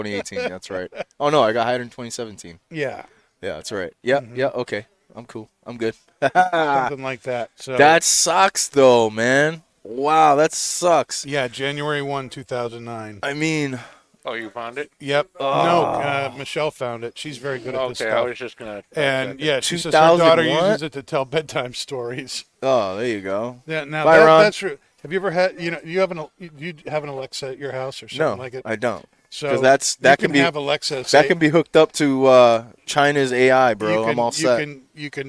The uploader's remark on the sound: Recorded live from the 7-20-4 Lounge!